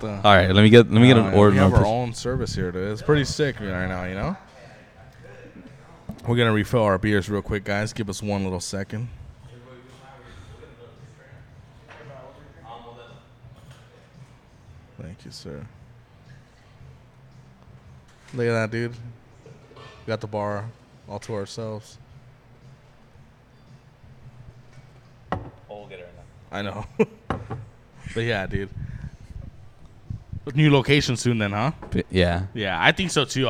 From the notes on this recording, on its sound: Live from the republic bar in Covina.